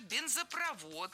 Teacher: В сложных словах со второй частью «провод» ударение падает на последний слог. И ориентироваться здесь можно на глагол «проводит».